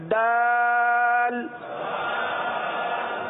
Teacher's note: دال کا وہی مخرج ہے جو تا کا مخرج ہے، یعنی زبان کی نوک اور اوپر کے دانتوں کی جڑ سے ادا ہوتا ہے